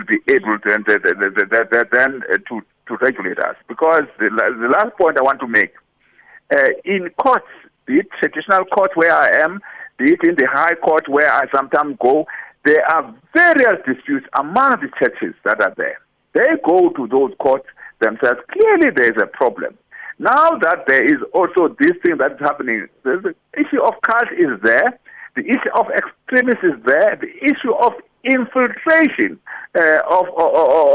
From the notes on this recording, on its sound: Guest in studio. Guest on the phone.